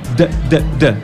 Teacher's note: You feel that the air is blocked, right, with this d sound?